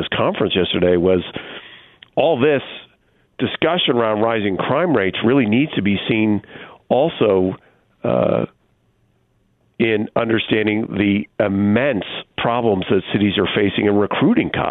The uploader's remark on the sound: by phone